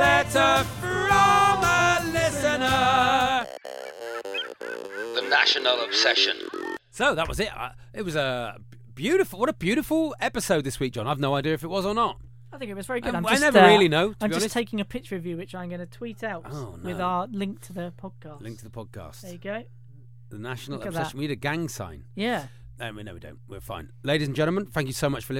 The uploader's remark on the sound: a phonecall